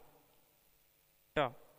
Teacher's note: यह ध्वनि हिंदी की मूर्धन्य, अल्पप्राण, अघोष, स्पर्श ध्वनि है